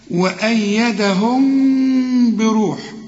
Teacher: وأيدهم، هنا بتنتهي بميم لكن بعدها باء، كل ميم بدون تشكيل زي ديت بعدها باء يحصل إخفاء فما تضم شفايفك فيها